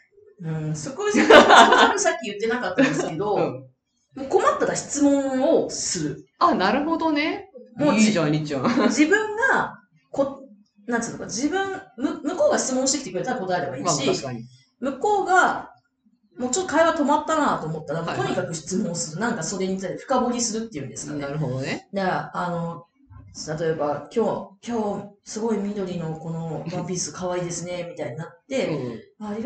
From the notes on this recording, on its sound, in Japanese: 今月音質が非常に悪いです！すみません！